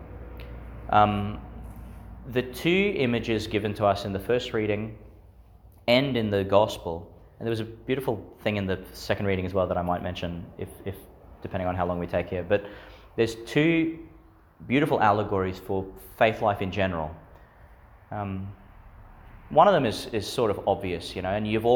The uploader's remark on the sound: Homily for the Nineteenth Sunday in Ordinary Time, delivered in St Peter Chanel’s Church, Miriam Vale.